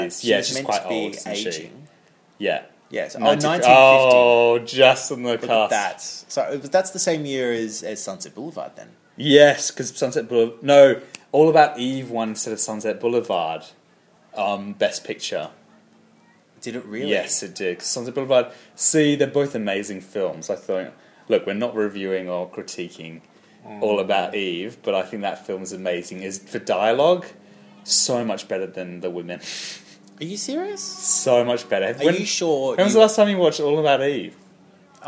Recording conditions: busy venue